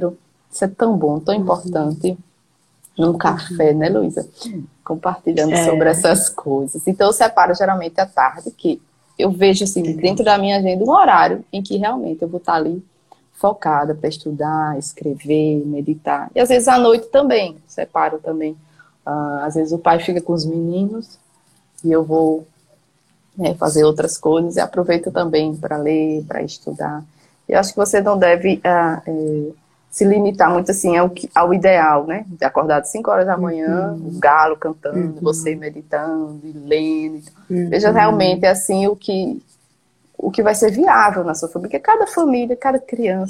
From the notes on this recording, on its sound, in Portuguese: uma live no seu Instagram